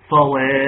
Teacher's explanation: والفاء من باطن سفلى الشفه، ومع أطراف الثنايا العليا